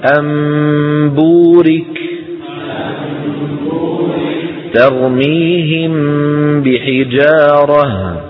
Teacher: قولوا طبعا أنبورك إقلاب قلب، نقلب النون إلى ميم ونخفي الميم عند الباء